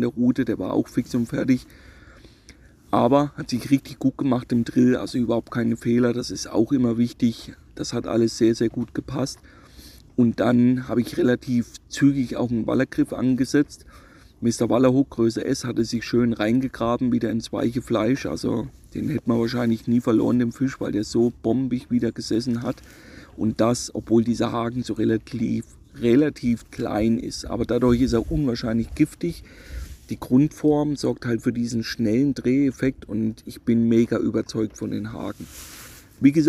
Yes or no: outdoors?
yes